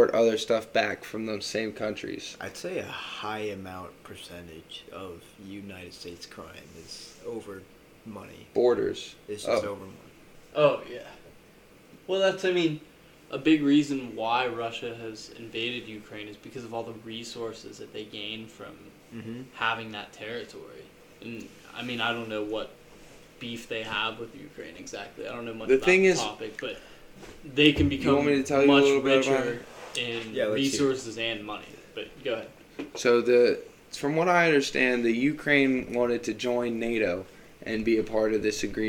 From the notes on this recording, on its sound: The audio levels were pretty crazy on this one so be warned.